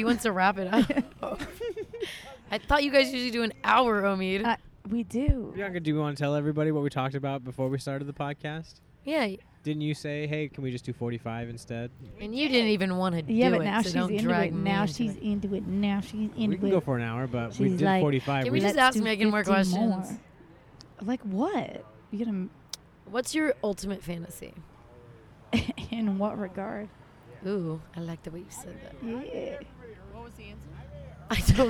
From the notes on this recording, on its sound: Recorded on a rooftop in Los Angeles.